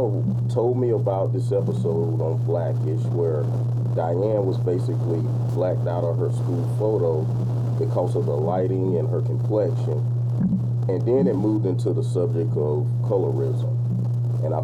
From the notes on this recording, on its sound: We apologize for the static!